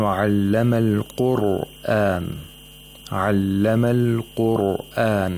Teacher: The Ra of Qur'an has to be pronounced with tafkhim, which means thickness.